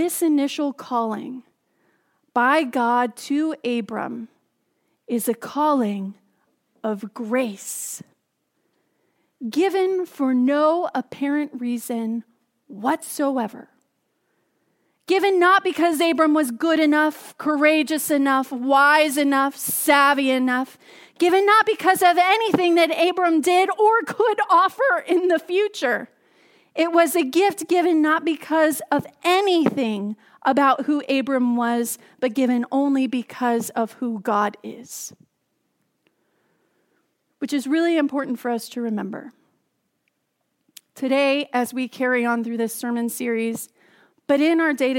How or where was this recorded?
large echoing room